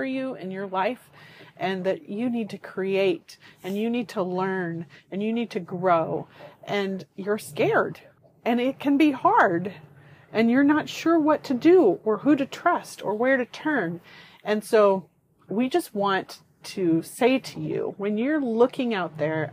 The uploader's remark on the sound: We're recording on our sailboat so please forgive the wind and water noise in the background. Sailing around the world on their 1981 Morgan 462 sailboat.